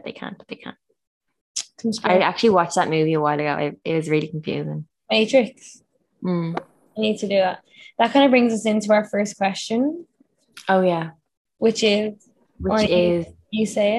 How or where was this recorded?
video call